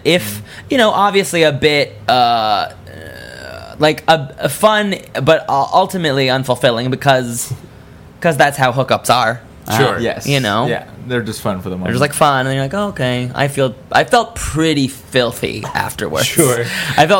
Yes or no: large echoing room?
no